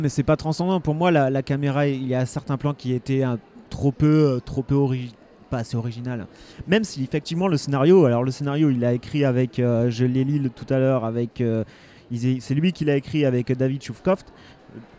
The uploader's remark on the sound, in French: Pour ce deuxième sous-marin enregistré au centre des congrès.